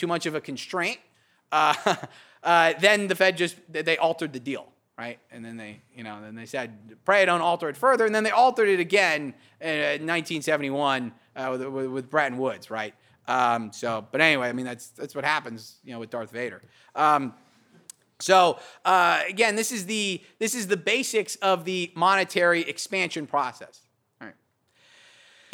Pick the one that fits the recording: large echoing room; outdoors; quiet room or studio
large echoing room